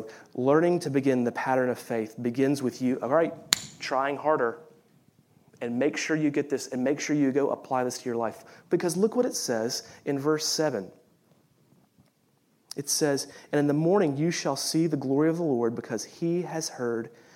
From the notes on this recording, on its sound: Of Reformed University Fellowship at USC during the Contemporary Worship service.